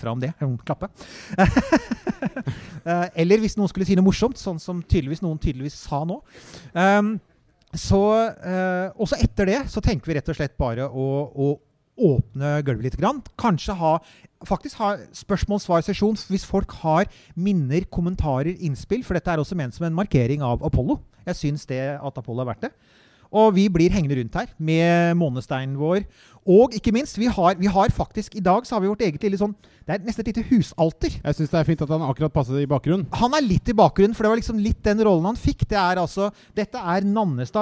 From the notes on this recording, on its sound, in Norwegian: Episoden er spilt inn live på Brygg i Oslo